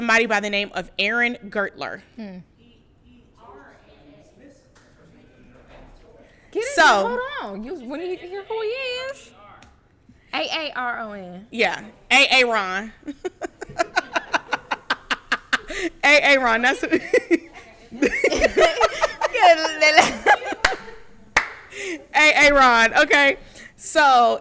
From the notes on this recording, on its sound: This episode was recorded with a live audience, so the theories, new voices, and energy flowed the entire time.